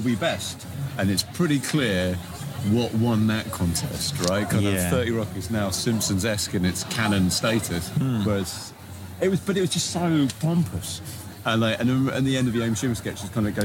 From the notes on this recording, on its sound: Joins us live from Edinburgh Fringe, hence the clear background noise of people having way too much fun in the daytime.